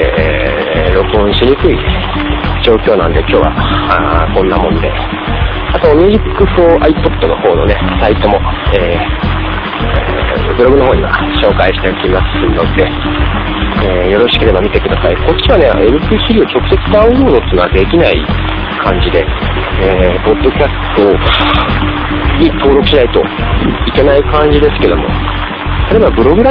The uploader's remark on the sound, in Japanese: 雨の中、外を歩きながらの録音のため聴きにくいかもしれません。横を車が通っていくし・・・。